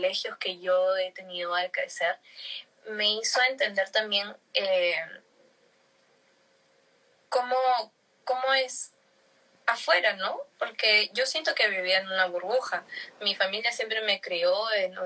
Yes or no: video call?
yes